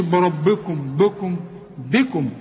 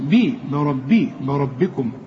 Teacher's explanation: بربكم الراء فقط هي المفخمة، والباء هنا تكون أكثر رقة لأنها مكسورة · Shown in: second take · بي بربي بربكم.